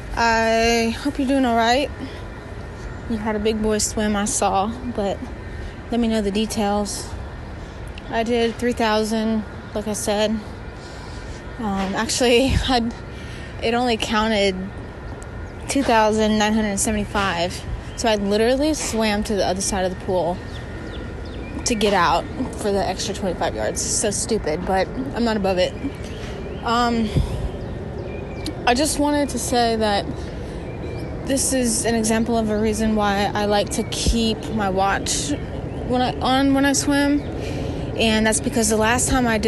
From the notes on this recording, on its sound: shouldn't do voice notes while driving anymore-(sorry about the audio quality)